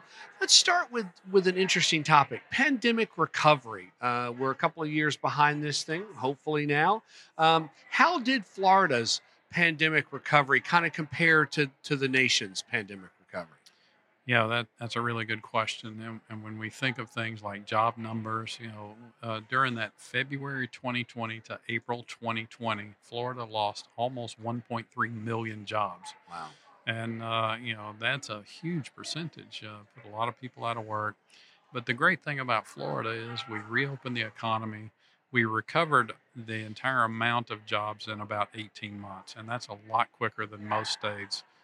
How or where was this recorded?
busy venue